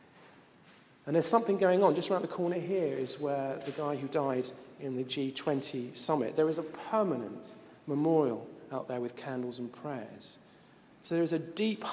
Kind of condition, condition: setting, live audience